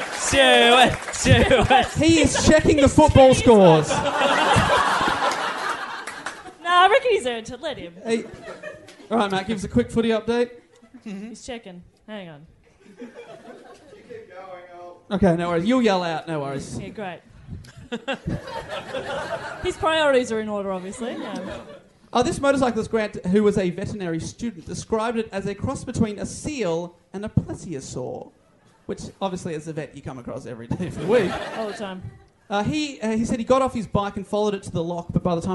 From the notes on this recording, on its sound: Our final episode recorded live at the Melbourne Comedy Festival.